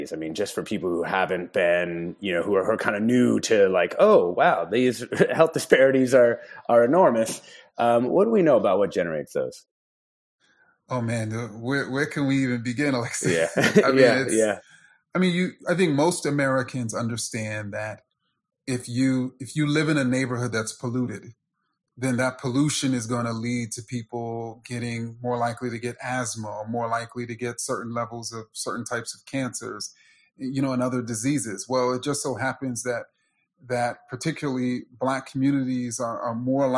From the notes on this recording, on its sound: In response to the Coronavirus Covid-19 outbreak, this program took place and was recorded live via video conference, for an online audience only, and was live-streamed from The Commonwealth Club of California in San Francisco.